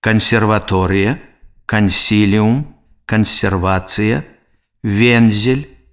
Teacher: Санорны зычны «н» перад мяккімі зычнымі «с», «з», «в», «ф», «к», «г», «л» вымаўляецца цвёрда.